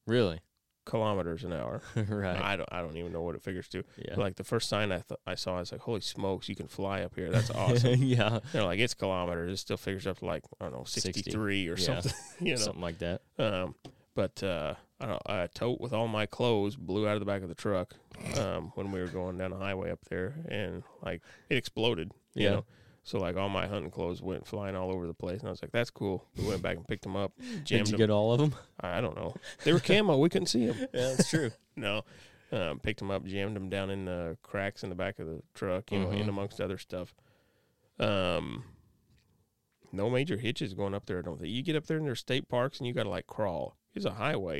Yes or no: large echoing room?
no